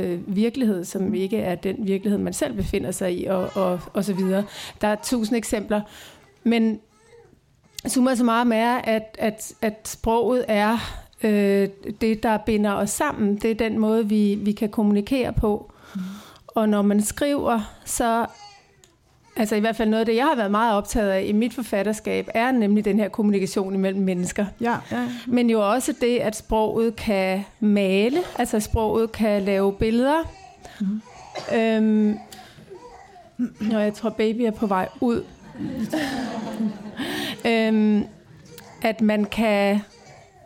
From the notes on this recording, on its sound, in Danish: Som er optaget live foran et publikum på Statens Museum for Kunst. Rammen om samtalen er SMK Fridays eventet ”Sindets sansninger”.